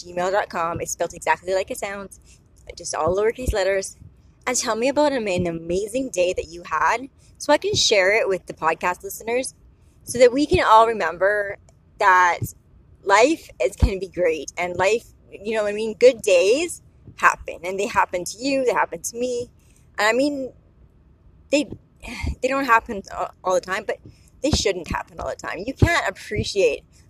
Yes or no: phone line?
no